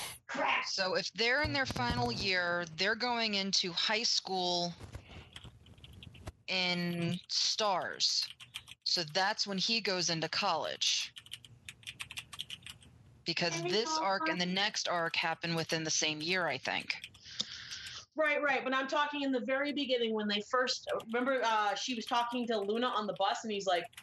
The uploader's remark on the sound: There are some audio issues with this podcast.